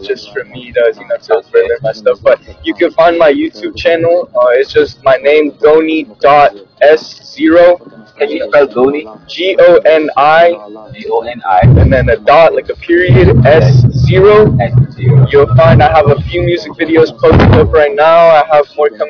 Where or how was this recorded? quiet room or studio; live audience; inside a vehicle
inside a vehicle